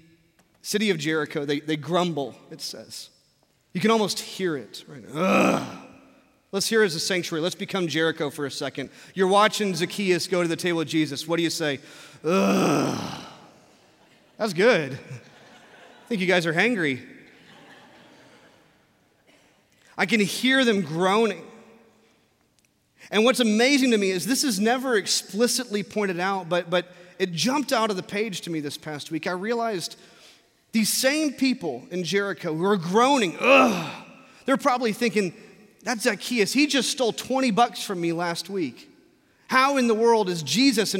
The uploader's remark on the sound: from our Traditional service in the Sanctuary